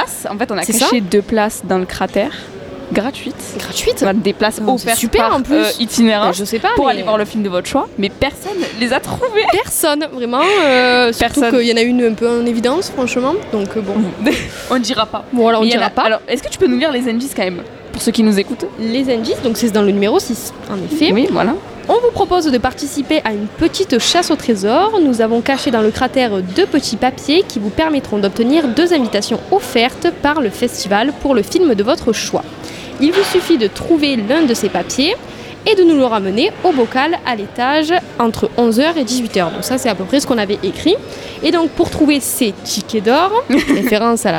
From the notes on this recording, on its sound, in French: 3e épisode en direct du Festival Itinérances d'Alès